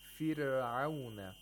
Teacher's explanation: In the word fir'aun, we have a ra sakina preceded by a letter with a kasra. So we have to apply tarqiq, thinness to the ra.